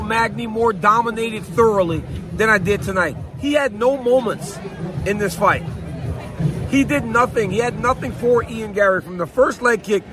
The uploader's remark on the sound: Is in Boston at the octagon to give you his INSTANT REACTION! UFC 292.